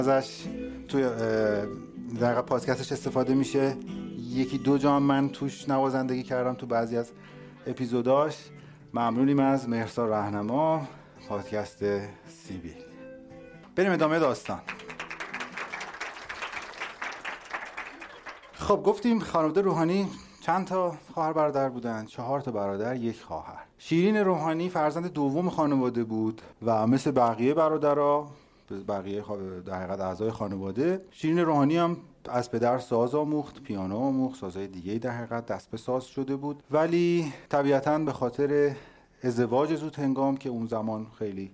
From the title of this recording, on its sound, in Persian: اجرای زنده قسمت اول